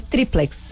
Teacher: Triplex é uma paroxítona terminada em X, por isso acentuada no tri.